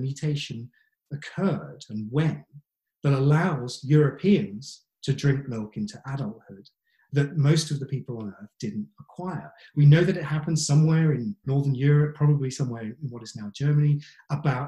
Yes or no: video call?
yes